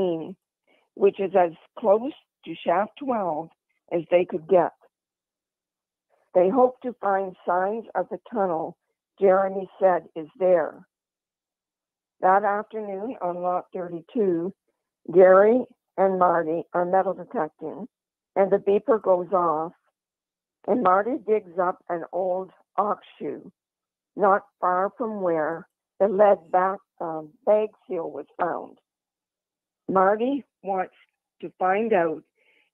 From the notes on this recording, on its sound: ON THE PHONE